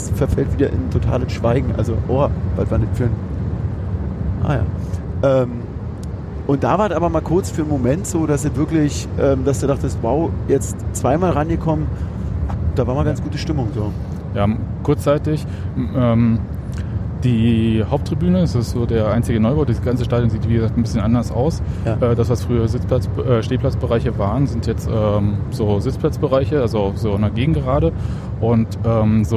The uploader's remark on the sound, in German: Wir reden schon auf der Rückfahrt nach Berlin über das Spiel. Der das Podcast-Mobil während der Aufnahme sicher Richtung Berlin gesteuert hat.